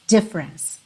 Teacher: E tanto o E do meio quanto o E final não são pronunciados.